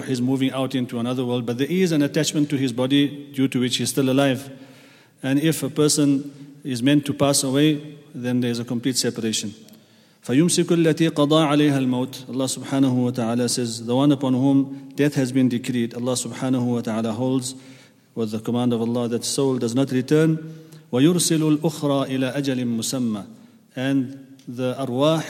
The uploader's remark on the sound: at the Houghton Masjid (West Street)